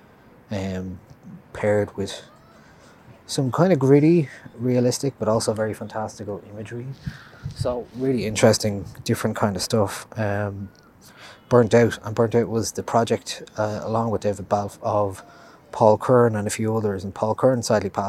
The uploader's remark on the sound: Two recommendations live from Stephen’s Green.